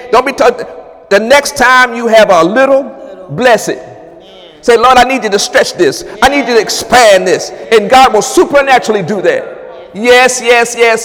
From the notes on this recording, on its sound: During Wednesday night service on January 10, 2018